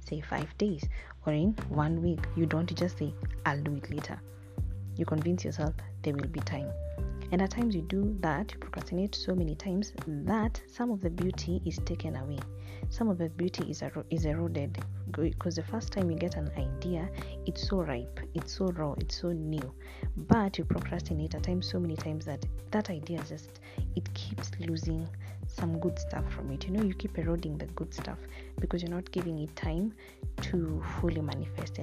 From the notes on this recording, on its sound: I apologise for the sound and any noise picked up, it'll get better I promise.